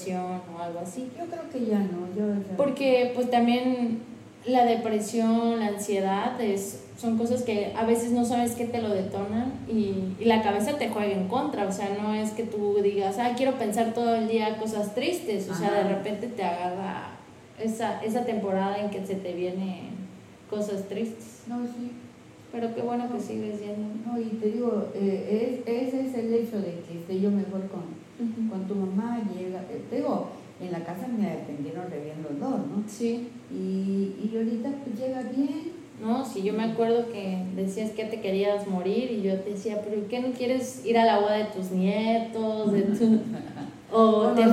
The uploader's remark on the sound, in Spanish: El audio mejorará nos falto en Tuxtla un filtro pop para reducir lo ruidos.